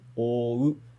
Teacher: E a palavra que a gente quer destacar nessa frase é essa, ou, né? Realmente só tem o e o u, mas a gente não estica o, a gente fala separado.